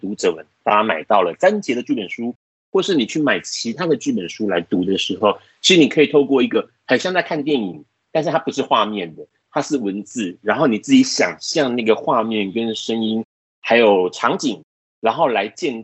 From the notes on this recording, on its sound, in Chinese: 本集Podcast透過Microsoft Teams通訊錄製。